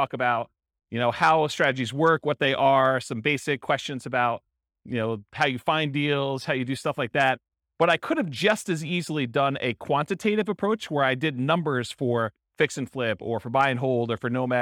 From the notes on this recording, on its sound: This was a live class recorded. In Las Vegas, Nevada.